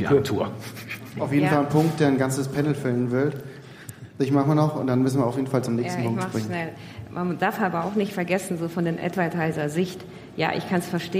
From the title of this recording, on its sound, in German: Die zweite Aufnahme live von der großen Bühne